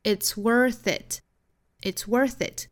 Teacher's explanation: 这里是清辅音的 th 的发音，跟后面连读就是 fit. It's worth it.